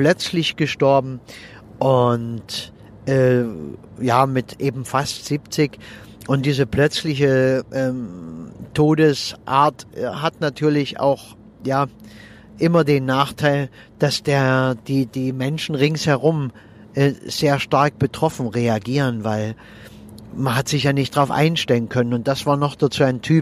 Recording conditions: inside a vehicle